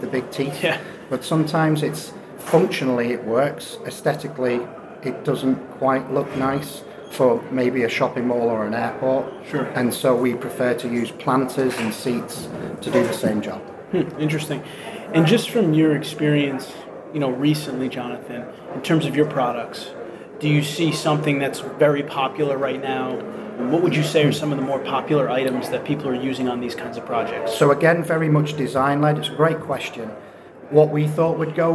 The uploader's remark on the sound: A Field Trip to the Port Authority of New York and New Jersey Conference. I am bringing you with me to the Port Authority of New York & New Jersey Conference where I will be talking with several guests.